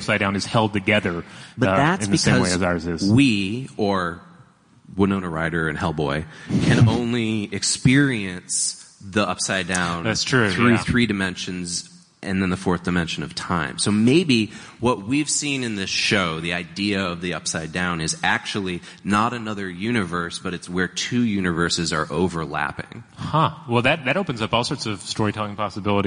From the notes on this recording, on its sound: Stuff to Blow Your Mind Live. A live journey into the upside-down from New York Comic Con 2017.